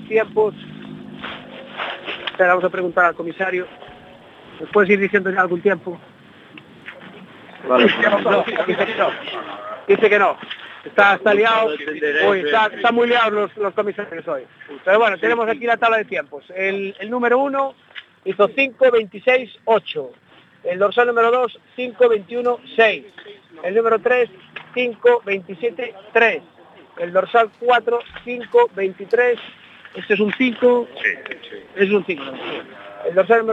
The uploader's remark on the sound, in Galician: Especial 22º Rallye da Coruña. Aínda que a maior parte do programa será realizado dende o “Estudio José Couso”, ao final de cada un dos oito tramos estarán en directo para entrevistar aos pilotos trala sua chegada e coñecer as súas sensacións.